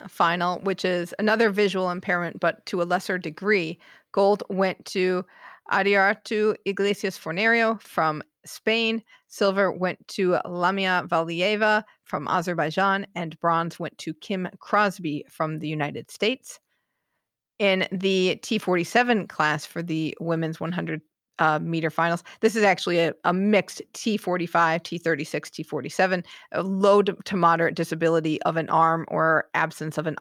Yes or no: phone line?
no